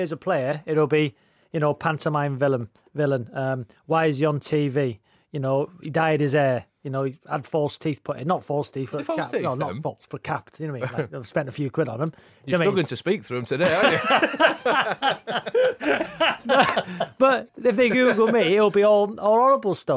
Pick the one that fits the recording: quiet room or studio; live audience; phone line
quiet room or studio